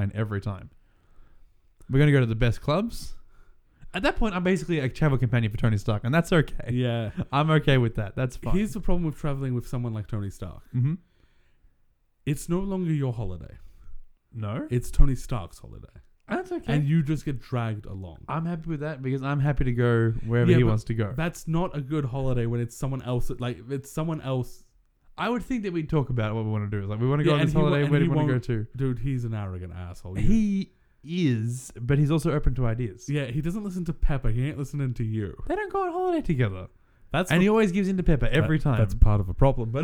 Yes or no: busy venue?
no